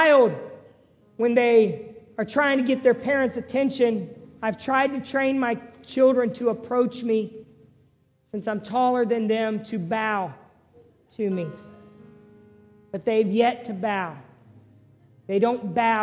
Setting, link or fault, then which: setting, large echoing room